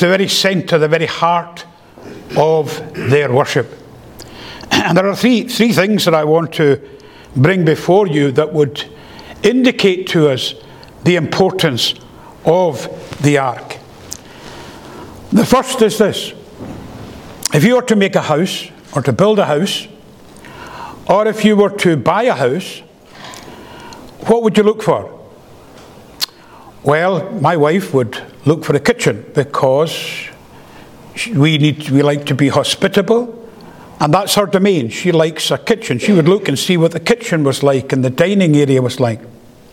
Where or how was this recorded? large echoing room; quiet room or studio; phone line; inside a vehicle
large echoing room